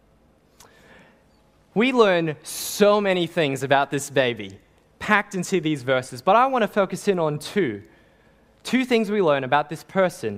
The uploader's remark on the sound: Sermon preached on 24 December 2021 at St. Paul's Anglican Church.